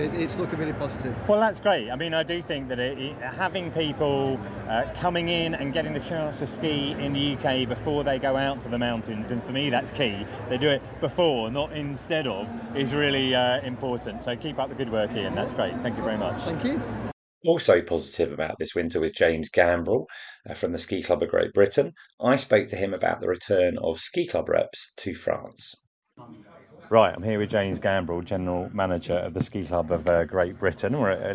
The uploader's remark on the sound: All recorded at the consumer shows in Birmingham and London, and at trade networking event LISTEX. All recorded at the consumer shows in Birmingham and London, and at trade networking event LISTEX.